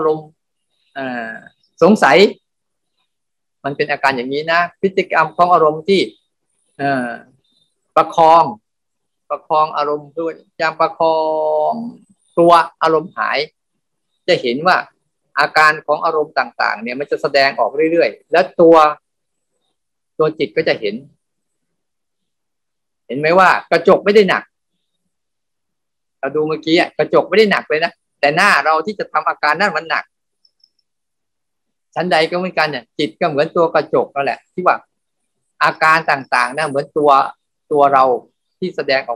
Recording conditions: video call